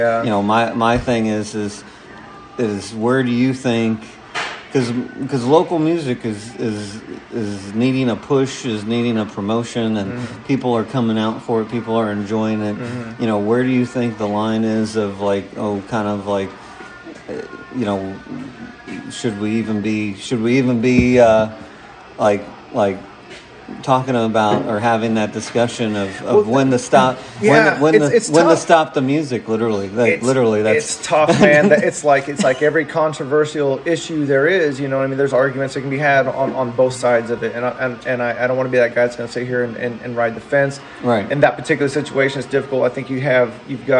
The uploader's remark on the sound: Live from down home pub!